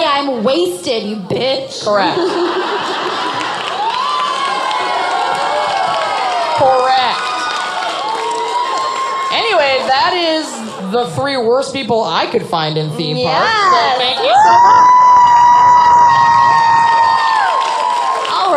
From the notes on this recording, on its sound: Orlando LIVE. Broadcast from their live show in Orlando.